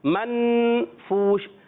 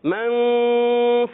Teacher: یہاں اخفاء غنہ کریں گے. اخفاء کی معنی ہوتا ہے نون کو چھپانا · Shown in: second take